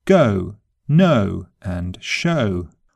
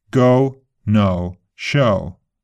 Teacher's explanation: In standard GB English, the diphthong O starts in the center of the mouth. Go, know, and show. Whereas in American, it starts to the back. O. Go, know, show.